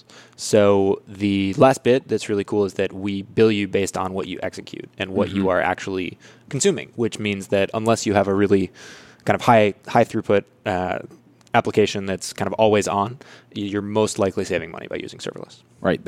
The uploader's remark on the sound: Coming to you live from the podcast booth at Microsoft BUILD. Microsoft Build 2019.